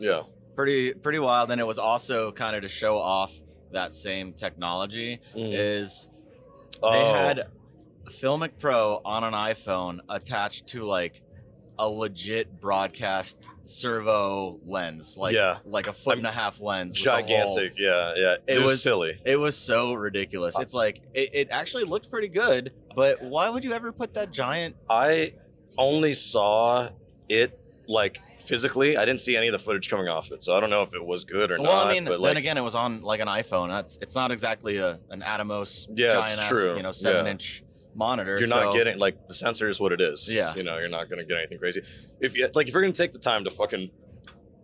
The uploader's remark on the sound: LIVE from NAB 2022 – Poolside in Las Vegas